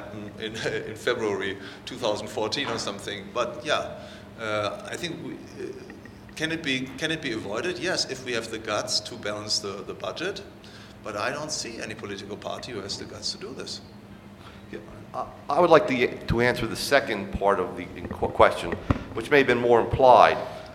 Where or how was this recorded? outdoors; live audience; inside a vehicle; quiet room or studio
live audience